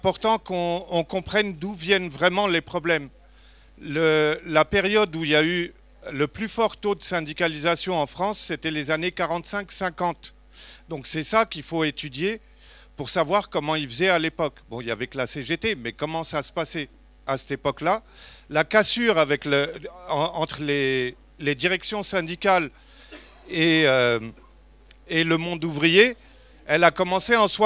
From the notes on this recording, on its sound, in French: Mercredi 5 décembre au Lieu-Dit (Paris 20ème), la revue Ballast organisait une conférence-débat